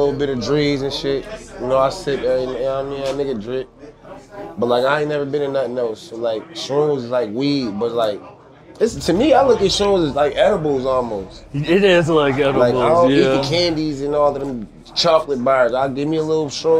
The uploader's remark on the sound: This episode was filmed at the legendary Paeadise Rock Club in Boston